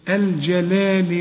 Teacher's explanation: وبين اللام بتاعت الجلال واللام التانية في ألف صغيرة، عشان تمد اللام الأولى ألف كاملة